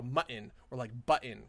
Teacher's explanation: I'm not actually pronouncing a T there. I am specifically not pronouncing anything. I am stopping the airflow. And then ejecting, and then kind of like ejecting it without like sounding a vowel.